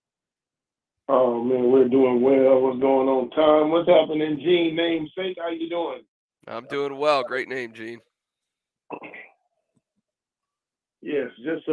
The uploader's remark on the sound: LIVE Warchant Gameday Postgame Call-In Show